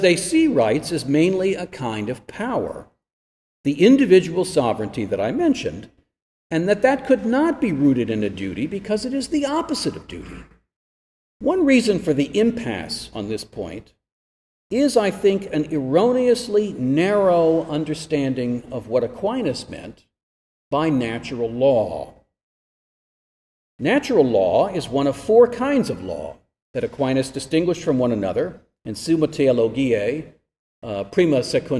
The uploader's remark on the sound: This lecture was given at Florida State University on January 27, 2023.